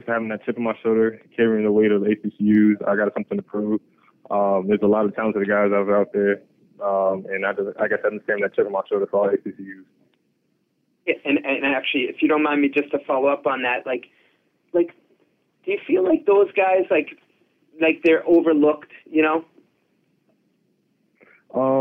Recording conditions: phone line